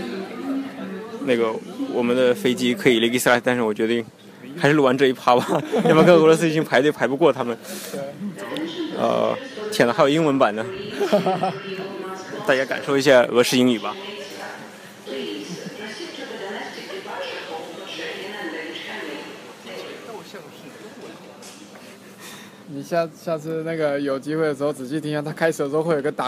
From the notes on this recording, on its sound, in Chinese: 这期节目时灰摩卡到现在为止，唯一一期在莫斯科以外录制的节目哦！当时我们一起在摩尔曼斯克旅行，在等待回莫斯科的飞机时。本期节目背影音乐，很有民族风。